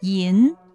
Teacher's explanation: 石灰吟的吟字它是前鼻音